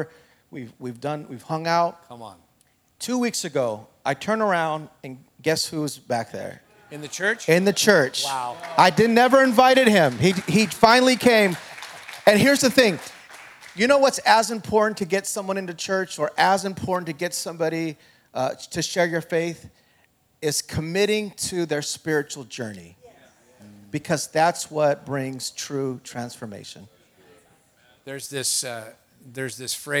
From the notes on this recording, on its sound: A panel of GCC Campus Pastors from all 7 locations. This panel was part of our Inspire Leaders Conference 2022.